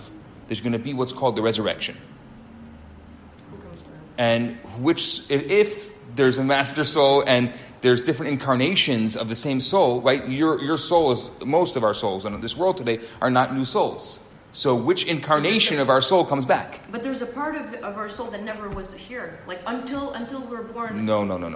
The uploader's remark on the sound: Recorded Live at Rohr Chabad NDG on February 21, 2019.